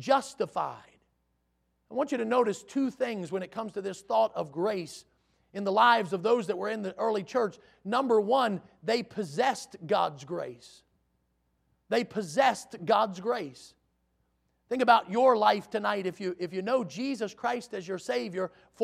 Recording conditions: large echoing room